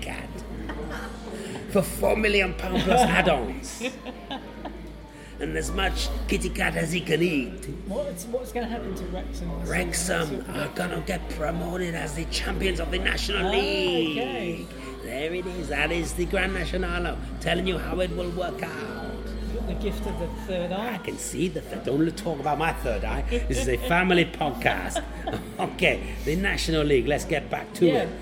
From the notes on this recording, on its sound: This week comes live from the pub